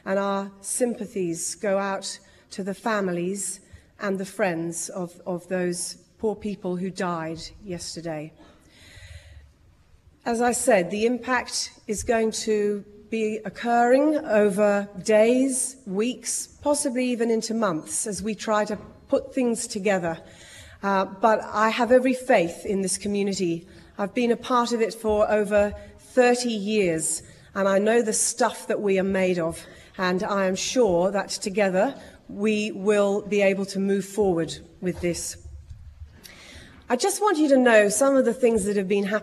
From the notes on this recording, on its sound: RAW - Esperance Community Meeting. This is the full audio from the Community Meeting held for the Esperance fires.